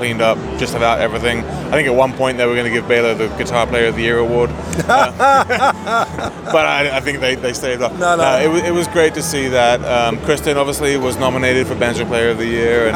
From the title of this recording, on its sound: Live From IBMA 2022